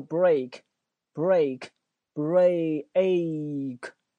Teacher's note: 它不是那个 a，它后面还有个音叫 e，是 a 和 e 连在一起 · Term: 双元音